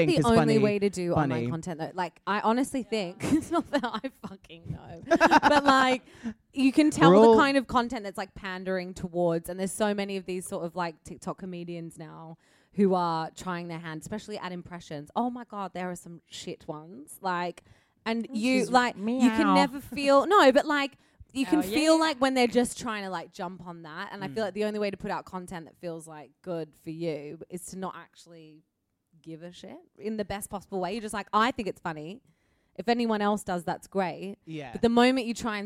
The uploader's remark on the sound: Live at The London Podcast Festival '22. We throw it back to when we were LIVE in front of a REAL AUDIENCE.